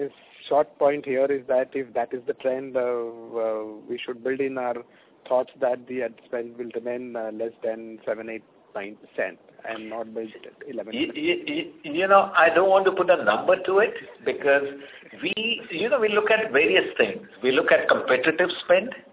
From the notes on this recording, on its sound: Results discussion/conference call